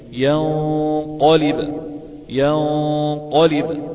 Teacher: الغنة قولا واحدا مخرجها الخيشوم، تخرج من الأنف، إلا أن فيها جزء خيشومي وجزء من اللسان. هذا اللسان هو الذي يفخم أو يرقق الغنة.